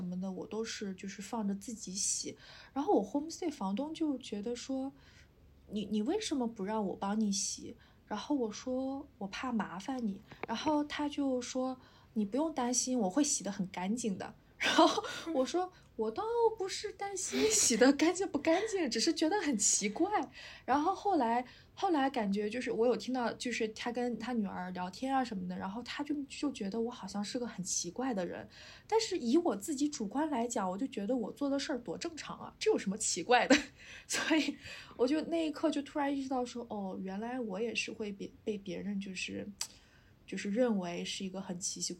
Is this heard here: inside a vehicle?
no